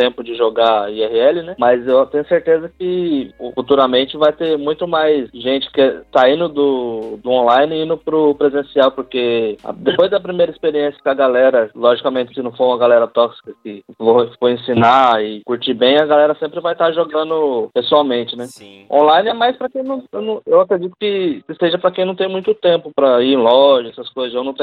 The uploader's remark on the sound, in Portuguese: Headset Microsoft LX-3000. Audacity. Skype via telefone.